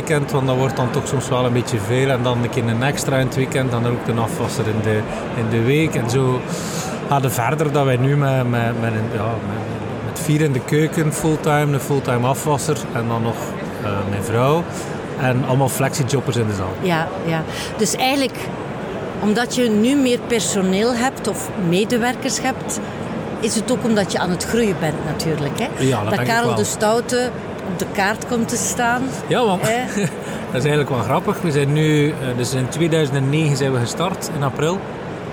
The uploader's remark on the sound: Horeca Expo Live